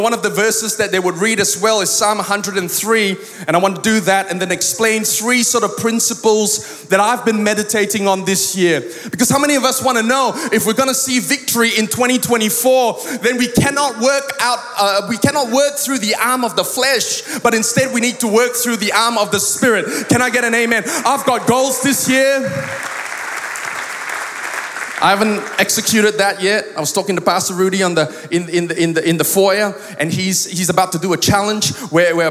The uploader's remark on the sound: Recorded live at Planetshakers Church (Melbourne)